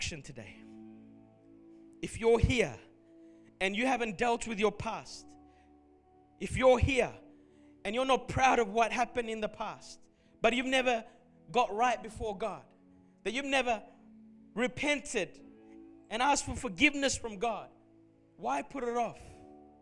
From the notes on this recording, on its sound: Recorded at Revive Church Melbourne on Sunday the 30th of December.